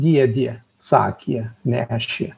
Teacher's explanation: jie po priebalsių T, D, K, G, Š, dar kelių neturi balsio E, jie ten turi I. Tai šitai ypatybė jie šiek tiek į žemaičius yra panašus ir jie sako, pavyzdžiui, ne dėdė, bet dėdė, sakė, nešė.